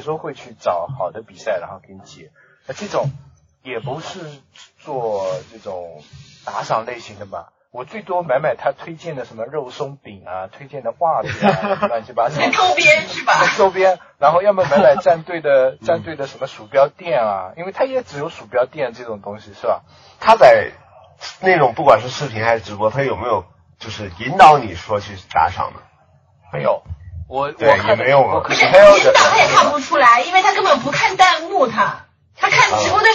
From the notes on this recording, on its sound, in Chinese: 这期音质很差，请注意了。